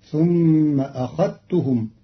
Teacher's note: قرأ قالون كلمة أخذتهم بإدغام الذال في التاء للتقارب بين الحرفين فتصير ثم أخذتهم، والإدغام والإظهار لغتان عند العرب.